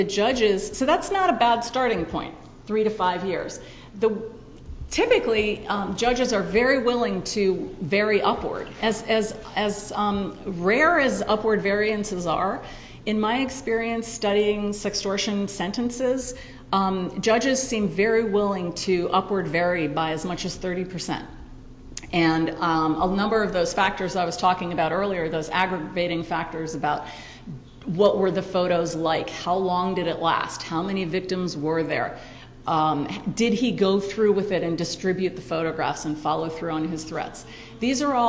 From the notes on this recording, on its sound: Audio of her talk at the George Washington University Law School. Audio of her talk at the George Washington University Law School.